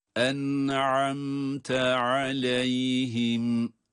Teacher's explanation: Hem nunun okunuşunda hem mimin okunuşunda cezimli olmaları na rağmen, hatta izhar olmalarına rağmen hunne sesini duyurmalıyız. Bakınız. En'amte aleyhim.